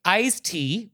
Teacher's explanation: I think iced tea, where we don't really pronounce the D, is just easier to say